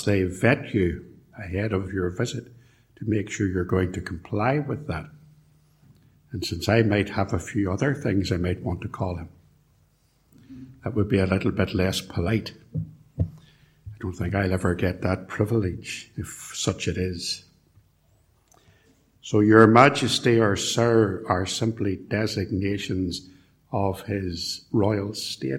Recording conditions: large echoing room